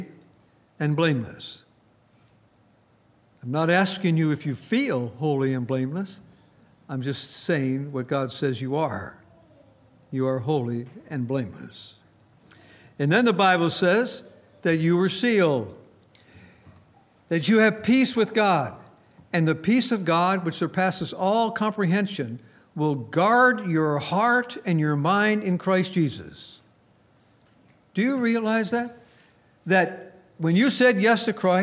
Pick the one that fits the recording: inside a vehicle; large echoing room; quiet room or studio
large echoing room